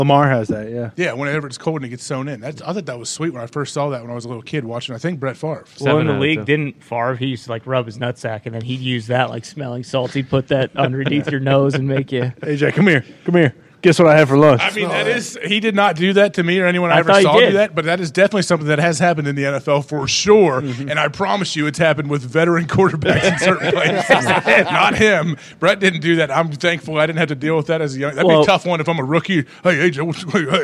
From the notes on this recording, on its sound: LIVE from the set of College GameDay in Knoxville, Tennessee